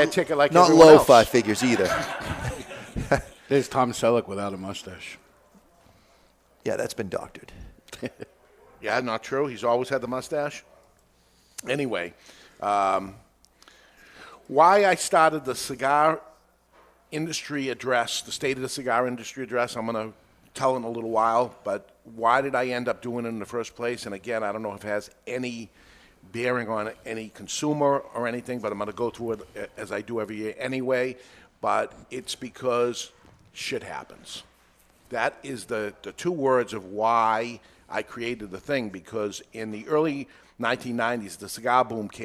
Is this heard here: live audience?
yes